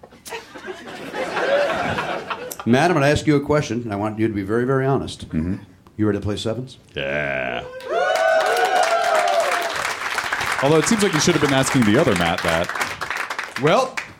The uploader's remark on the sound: Live in Minneapolis